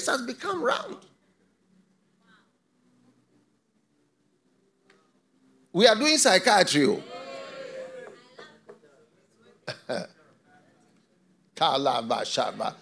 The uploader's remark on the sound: Preached at the FLOW Church Service.